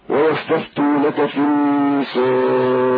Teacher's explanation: توسط بالسكون يعني أربع حركات